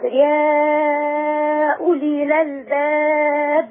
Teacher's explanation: المد هنا ست حركات